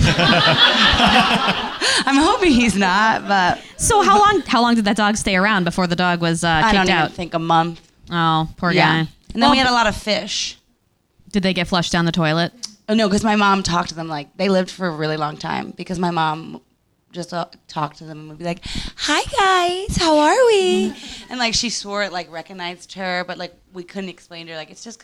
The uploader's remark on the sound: Recorded live at Q.E.D. In Astoria, Queens, New York, U.S.A.